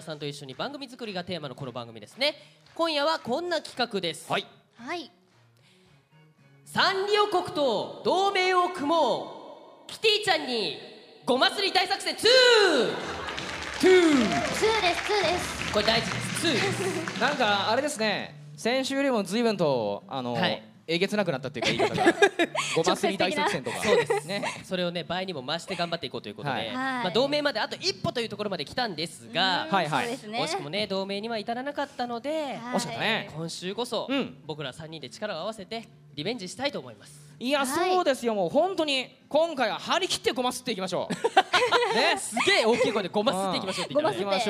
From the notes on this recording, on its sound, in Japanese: 先日行われたサンリオ国との同盟会談=公開録音の模様。